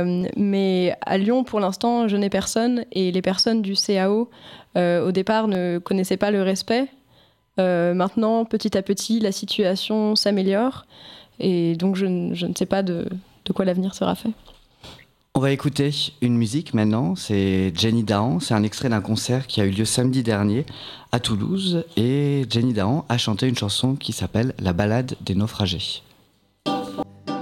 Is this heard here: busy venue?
no